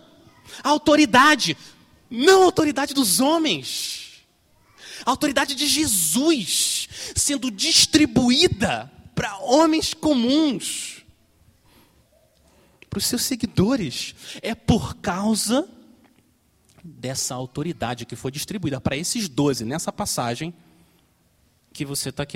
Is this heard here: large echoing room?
yes